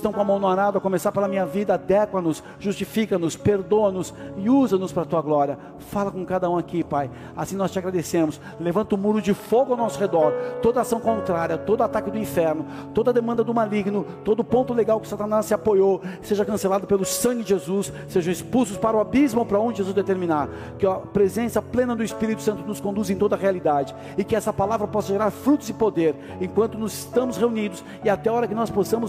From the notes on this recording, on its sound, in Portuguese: Áudio extraído do culto do dia 12 de Maio de 2023.